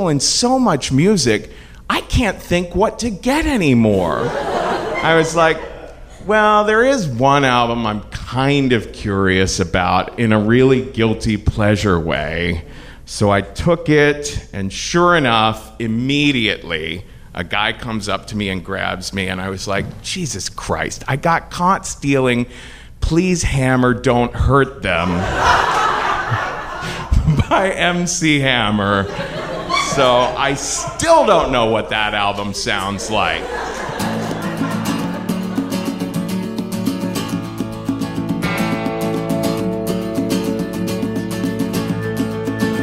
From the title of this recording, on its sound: Live From New York!